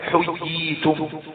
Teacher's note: مد التمكين وهو يحدث في حالة اجتماع الياء المشددة الواقعة قبل ياء ساكنة